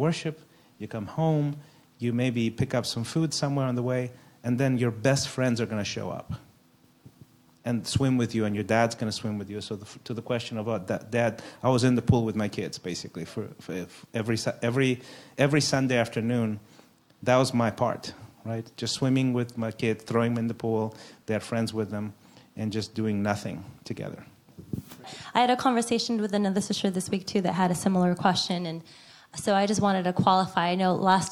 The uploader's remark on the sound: A panel Q & A live with our church community